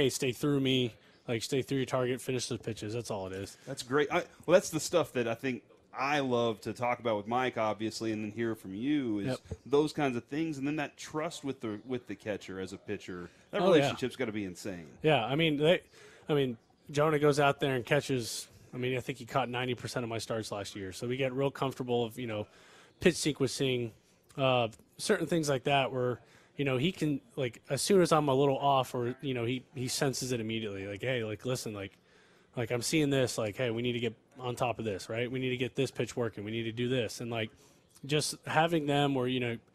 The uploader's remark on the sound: live from spring training in Surprise